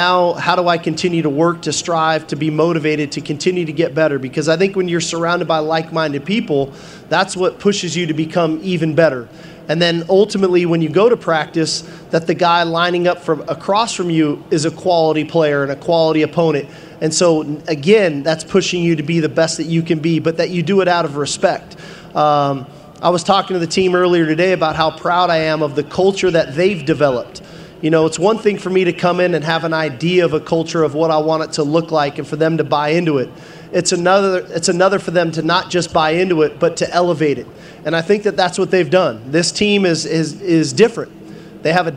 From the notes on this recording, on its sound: press conference at Big 12 Football Media Days